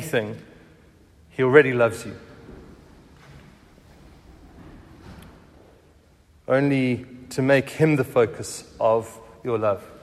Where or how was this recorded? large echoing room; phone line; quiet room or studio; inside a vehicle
large echoing room